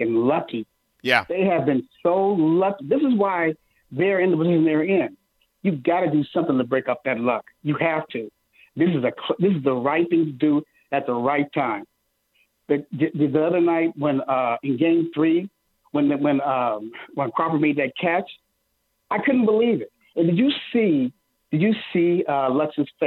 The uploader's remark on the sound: take phone calls